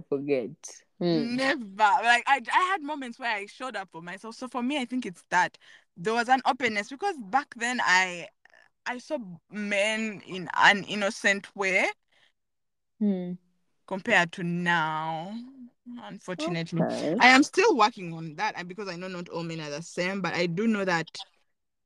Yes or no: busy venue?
no